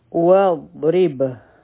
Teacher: ضاد به مونږ د جبې د سایډ نه وایو او لږ شان ټایم به ورکوو. را به نری وایو او په با به قلقلا کوو.